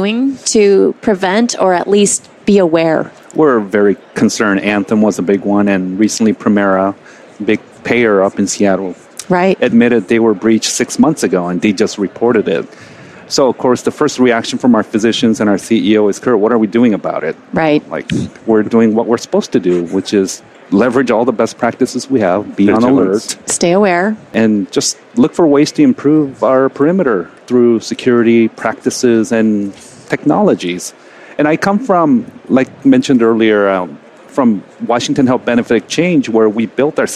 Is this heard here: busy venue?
yes